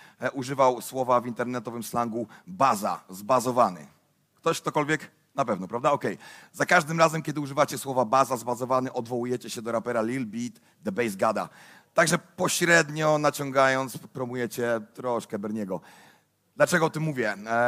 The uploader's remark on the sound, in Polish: Odcinek jest nagraniem wystąpienia z Weekendu Kapitalizmu - trzech dni celebracji wolności, niezależności i dobrego biznesu; prelekcji, debat i pokazów filmowych. W warszawskim Teatrze Palladium.